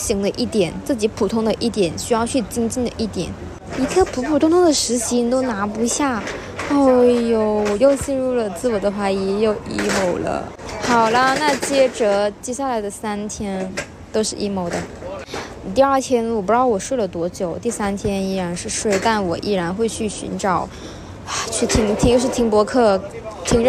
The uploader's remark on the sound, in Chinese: 在星巴克录制播客，室内录音很嘈杂